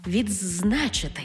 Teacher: У слові «відзначити» «д» переходить у «дз»